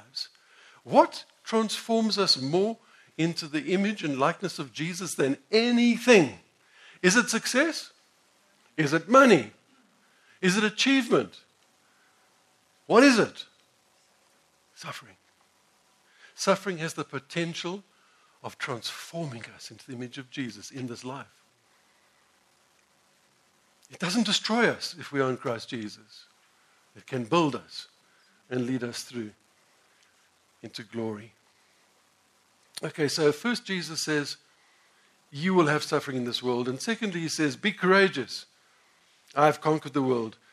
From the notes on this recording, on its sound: Sermon preached at the Village Church on the 26th of June 2016.